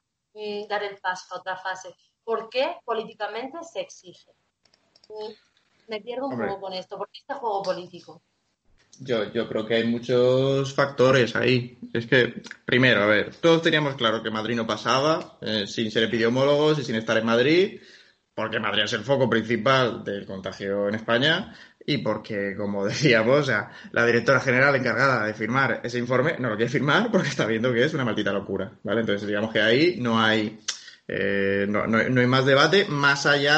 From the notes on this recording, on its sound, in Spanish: Está grabado como se pueden grabar las cosas con skype, y montado con amor y software libre.